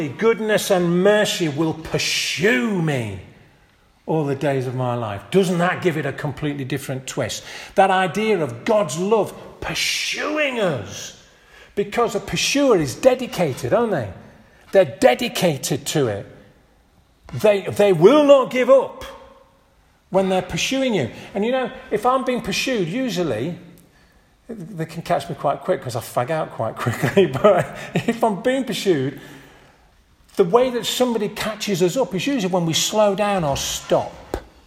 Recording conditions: large echoing room